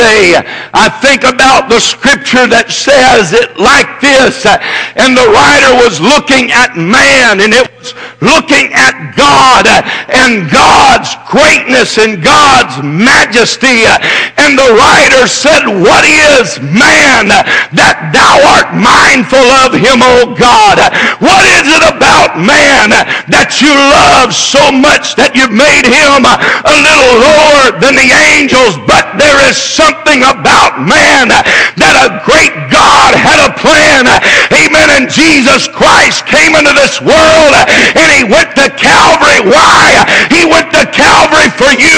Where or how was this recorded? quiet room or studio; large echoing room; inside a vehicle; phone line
large echoing room